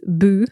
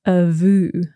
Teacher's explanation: So this is the B sound becoming a V sound, introducing an H. · Term: lenition